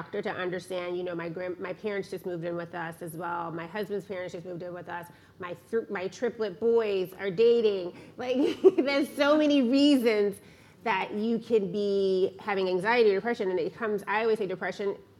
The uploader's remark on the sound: In this LIVE podcast recording, the audience listens